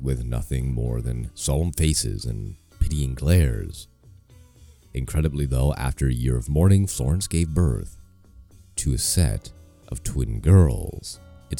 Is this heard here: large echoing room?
no